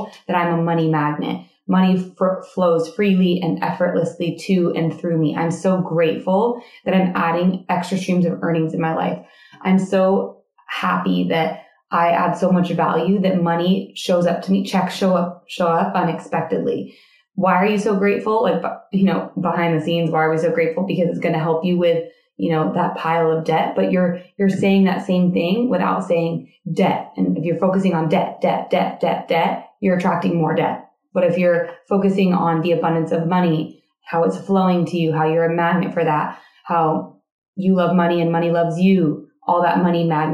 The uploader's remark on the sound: Our mic hookup got messed up for this episode! The audio is decent.